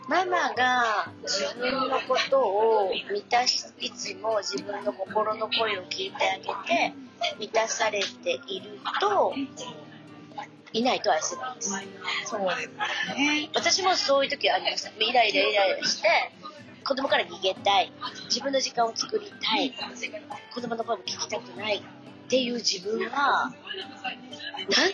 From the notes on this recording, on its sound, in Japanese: この回はレストラン収録により、音声が聞きづらい部分があります。